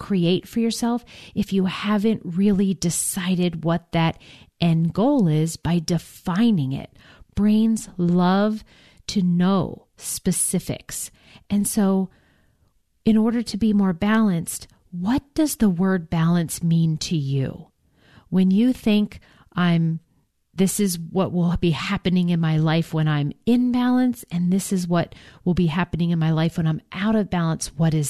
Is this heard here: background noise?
no